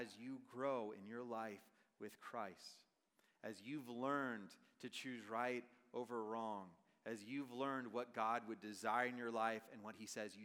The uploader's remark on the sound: Message preached on August 31, 2023 at a Thursday Night Gathering of Coram Deo College Ministry.